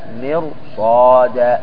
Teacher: الراء قبلها كسرة أصلية وبعدها حرف استعلاء، تفخم